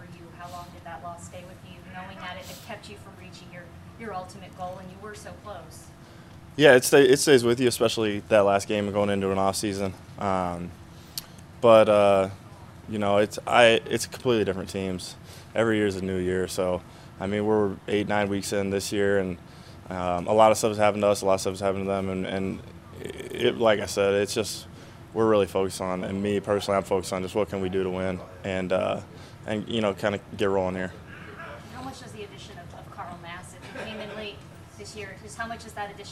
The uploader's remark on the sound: Press Conference